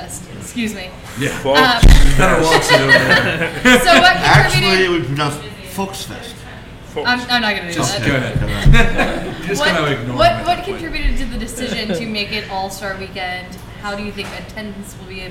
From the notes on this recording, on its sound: Live at Listermann Brewing Company! This episode of Cincy Brewcast should be done live from their hallowed taproom on Dana Avenue.